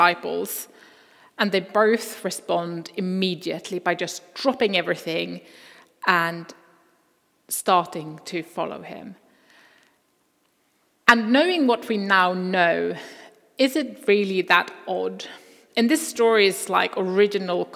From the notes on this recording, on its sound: Recording from Immanuelskyrkan Skövde.